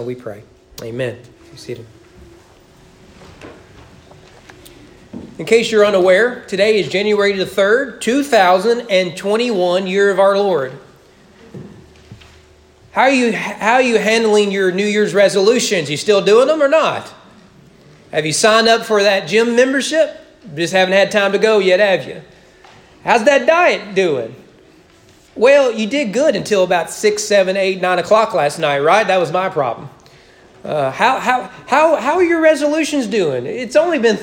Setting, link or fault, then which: setting, large echoing room